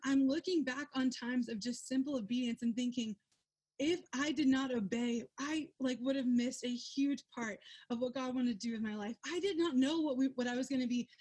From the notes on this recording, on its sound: held over zoom